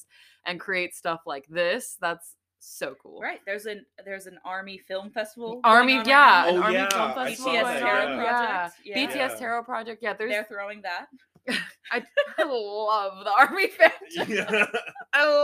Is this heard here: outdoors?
no